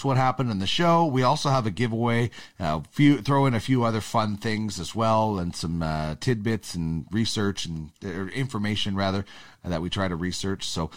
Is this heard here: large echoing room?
no